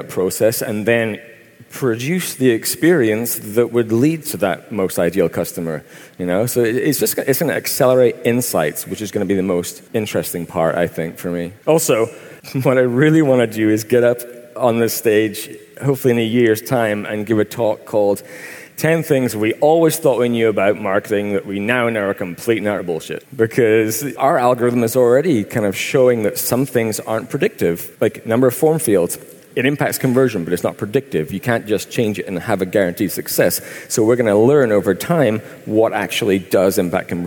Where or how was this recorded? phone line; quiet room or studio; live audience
live audience